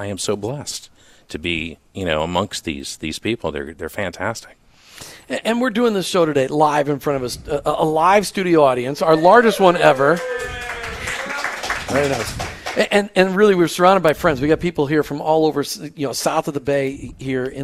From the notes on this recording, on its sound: LIVE remote at their sprawling HQ in Sarasota (Fl)